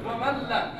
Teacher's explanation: تذهب النون كليا تصبح كأنه لام مشددة · Term: إدغام كلي